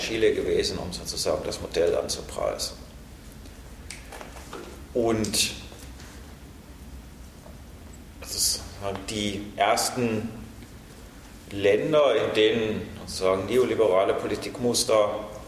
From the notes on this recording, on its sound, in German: Mitschnitt vom 17.12.2011 aus dem Forum Stadtpark, Graz. Workshop.